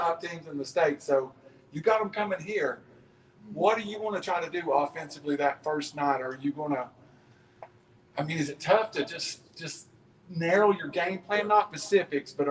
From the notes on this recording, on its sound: Live from Wingfest 2021 from Sylvania High School